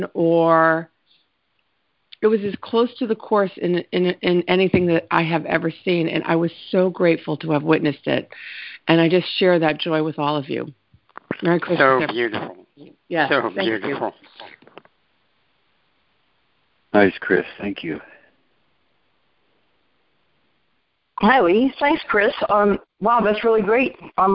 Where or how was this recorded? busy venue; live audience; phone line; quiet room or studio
phone line